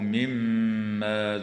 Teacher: وتغن الميم المشددة في كلمة مما